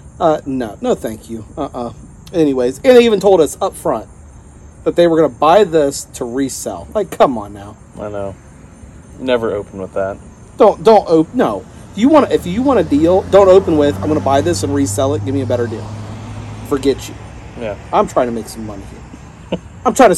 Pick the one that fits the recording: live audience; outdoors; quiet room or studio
outdoors